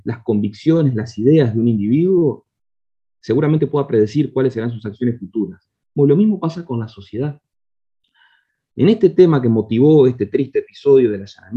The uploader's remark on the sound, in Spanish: Mesa Redonda Virtual